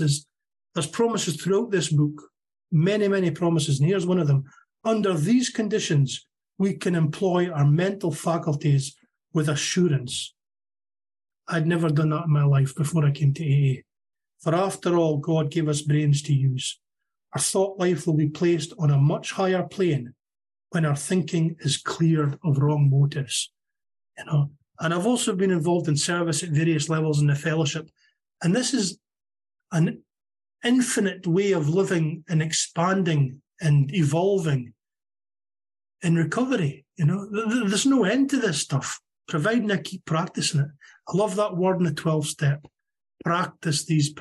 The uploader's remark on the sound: Meeting held on zoom. From Aberdeen Scotland.